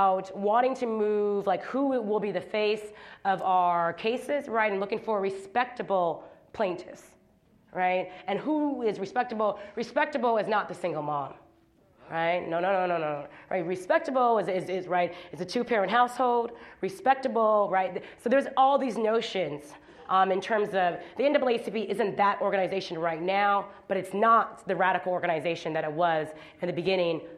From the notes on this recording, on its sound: at Kane Hall on October 12, 2016